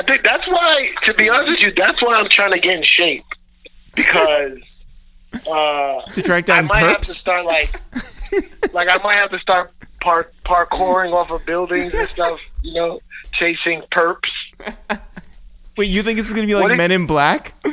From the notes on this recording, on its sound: We make calls from our Upper West Side apartment. We then jump on the phone.